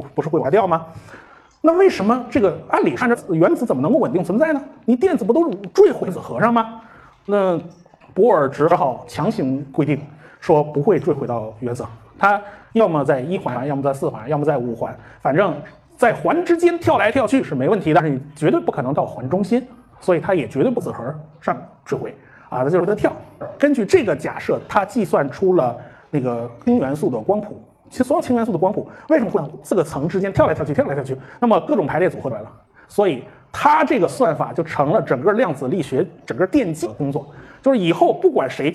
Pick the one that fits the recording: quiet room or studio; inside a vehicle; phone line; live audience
live audience